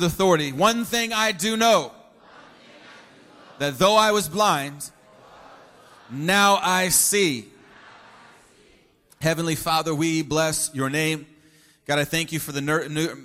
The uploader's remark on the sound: Preached at Christian Pentecostal Church in Staten Island. Preached at Christian Pentecostal Church in Staten Island.